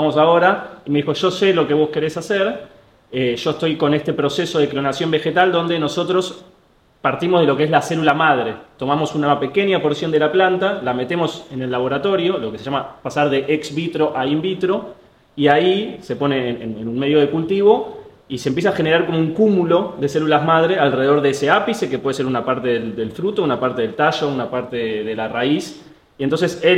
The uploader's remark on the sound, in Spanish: Estos episodios especiales están grabados en el marco del Día del Emprendimiento en el CMD-Buenos Aires